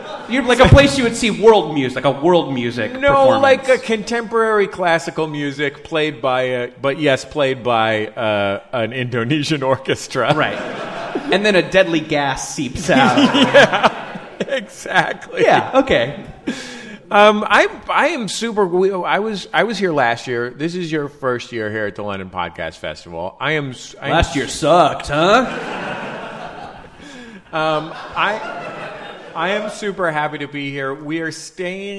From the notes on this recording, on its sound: Live in London. Live from the London Podcast Festival in London.